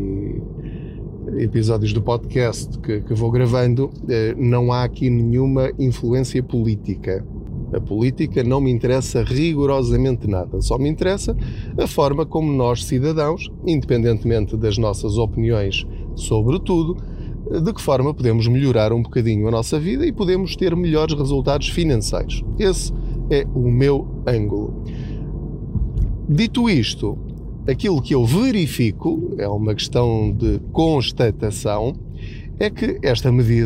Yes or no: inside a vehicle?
yes